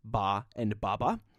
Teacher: In other words, the mechanical articulation of B and P in your mouth are exactly the same, except the B sound causes the vocal folds to vibrate, while the P sound does not. · Term: voiced version